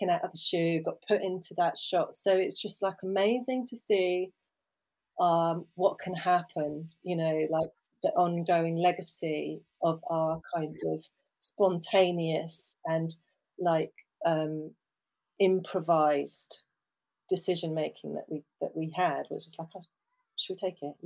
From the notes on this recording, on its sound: Please note: These podcasts were recorded in different locations and with a range of equipment. As such the sound quality varies and at times external factors are more present than ideal in the recordings.